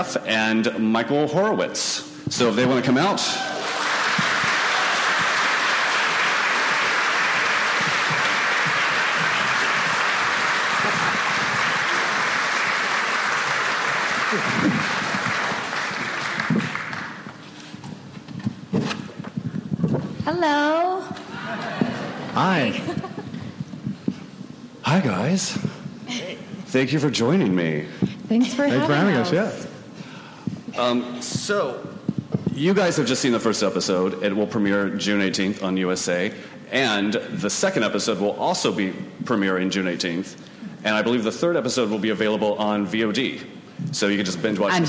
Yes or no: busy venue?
yes